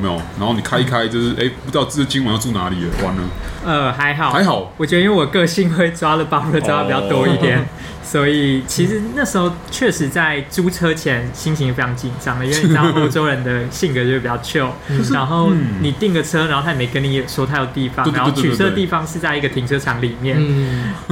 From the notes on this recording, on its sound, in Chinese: 本集白噪音指數：蚊風級 1/5。錄音地點： BUZZ Cafe & Beer。